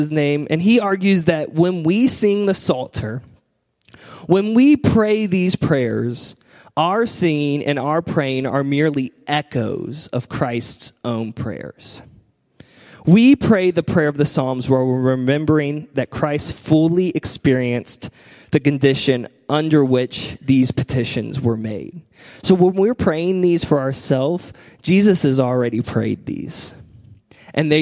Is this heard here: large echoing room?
yes